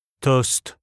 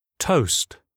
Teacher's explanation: Lorsqu'ils sont prononcés à la française, on n'entend plus la diphtongue, mais une voyelle simple. · Shown in: second take